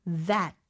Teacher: TH는 유성음이에요. 그래서 THE 소리가 나죠. 윗니와 아랫니 사이에 혀를 넣은 상태에서 뒤로 쏙 빼면서 THE 이렇게 소리가 나는 소리입니다.